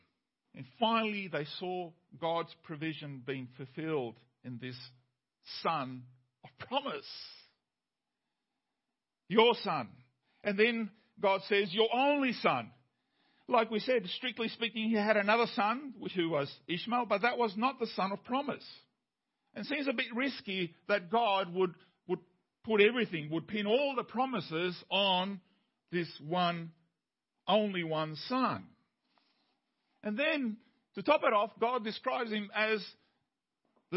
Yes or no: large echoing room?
yes